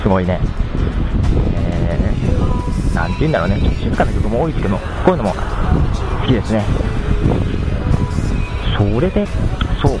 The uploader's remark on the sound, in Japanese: 最後に、番組スタイルとして、なぜにいつも外で録音かということを。